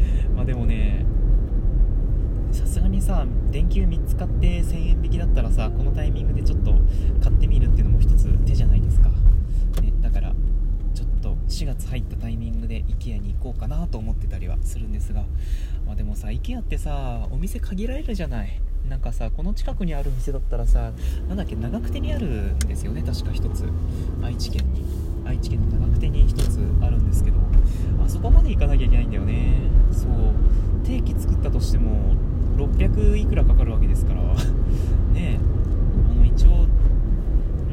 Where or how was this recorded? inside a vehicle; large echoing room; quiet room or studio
inside a vehicle